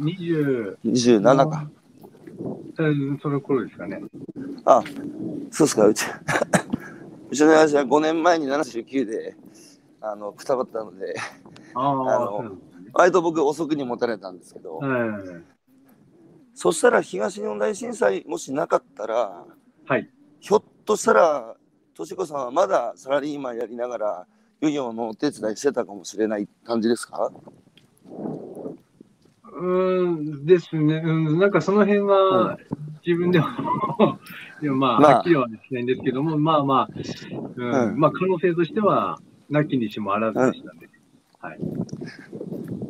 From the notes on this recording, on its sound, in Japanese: 宮城県石巻市十三浜で漁業を営む。歩きながら1時間、対談する。